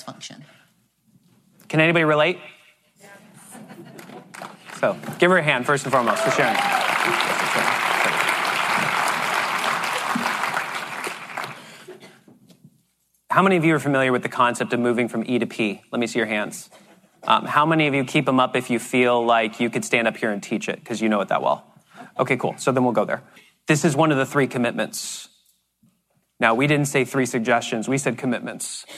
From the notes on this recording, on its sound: This episode is the first half of a keynote we delivered on time blocking secrets.